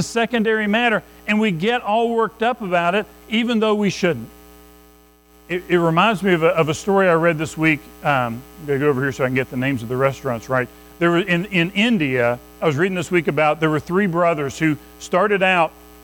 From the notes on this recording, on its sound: Recorded at Madison Baptist Church in Madison WV.